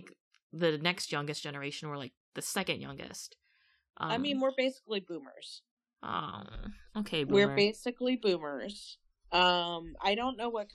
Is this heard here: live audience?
no